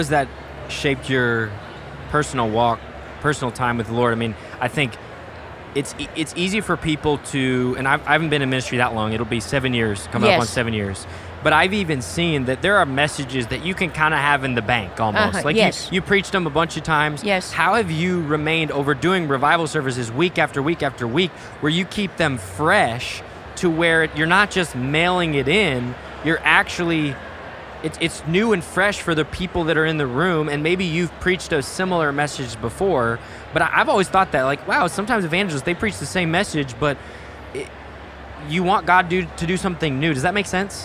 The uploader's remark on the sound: Live at General Council 2023!